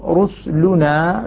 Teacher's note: يقرأ بإسكان السين في هذه الكلمات إسكان السين اللي هي المضمومة